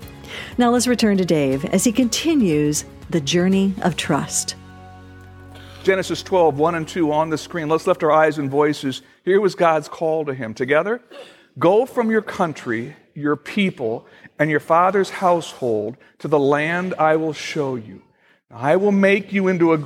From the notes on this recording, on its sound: Originally recorded August 10, 2014, at Fellowship Missionary Church, Fort Wayne, IN.